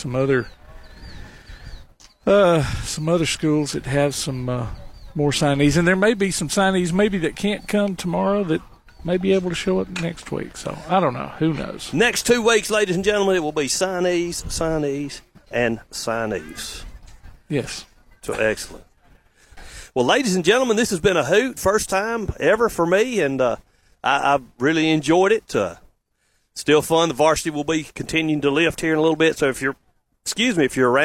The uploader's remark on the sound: Live from the Clements Lift-a-Thon